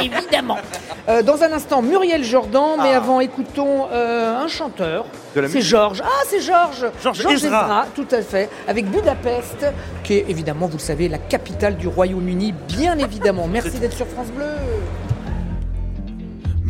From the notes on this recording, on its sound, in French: En direct du Salon de l'Agriculture 2024.